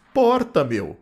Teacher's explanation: O R do paulistano é chamado de TEP